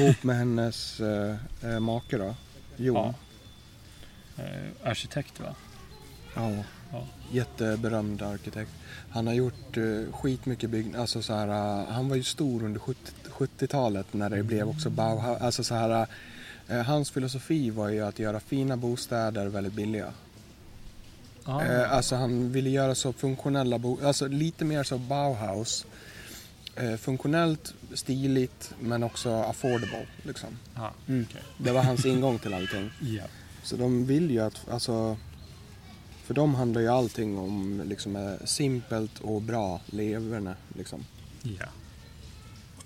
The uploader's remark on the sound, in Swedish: Vi gjorde oss minst lika bekväma på gräsplätten i parken till denna inspelning också.